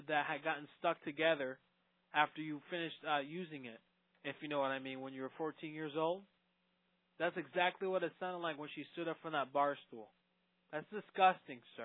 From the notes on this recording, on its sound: RBCP's Personal Prank Phone Calls Collection